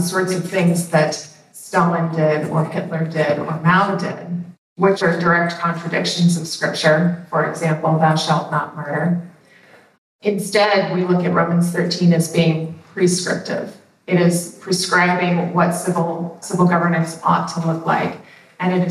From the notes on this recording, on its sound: During this breakout session from Freedom Fest 2023. With a special video contribution.